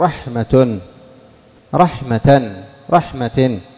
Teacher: في الوصل تصلها تنطقها تاء، لكن عند الوقف تقف عليها بالهاء تقول رحمة. · Term: تاء مربوطة